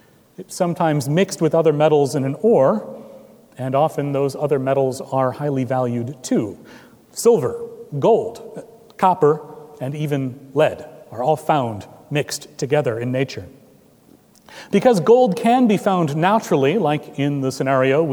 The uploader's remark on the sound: at Trinity Presbyterian Church in Bixby, Okla.